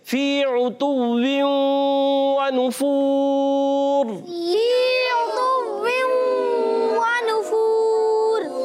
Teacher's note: پر پیش ہے پھر واؤ بھی واؤ مدہ ہے ہونٹ گول تو یہاں پر پیارے بچے اور مدی چینل کے ناظرین مسلسل ہونٹ گول رہیں گے · عین پر پیش آنے کی وجہ سے ہونٹ گول رہیں گے تا پر پیش آنے کی وجہ سے ہونٹ گول رہیں گے